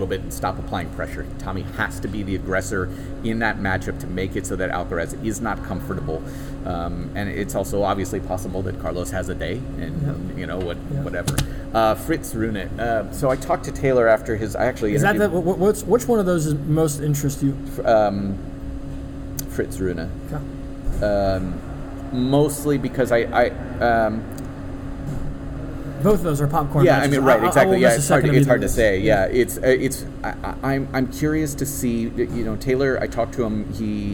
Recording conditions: background noise